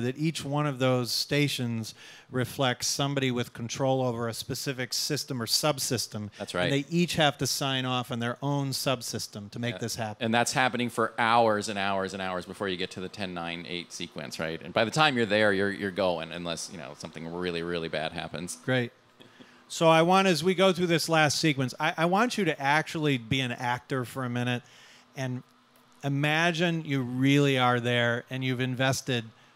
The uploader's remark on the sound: This conversation was recorded at TWIN Global on Monday, September 25th, 2018, at Marshall's Landing, Merchandise Mart in Chicago.